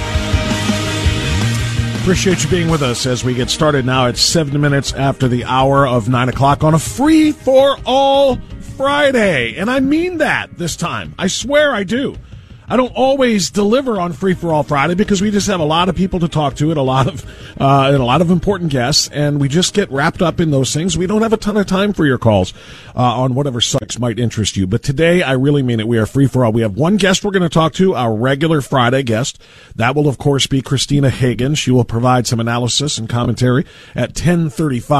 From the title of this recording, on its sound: Free for All Friday with Your Phone Calls